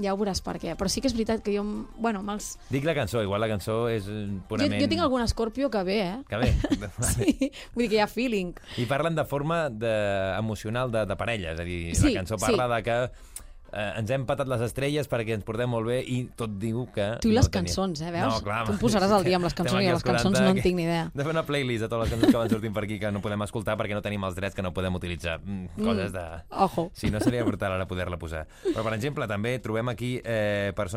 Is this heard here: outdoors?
no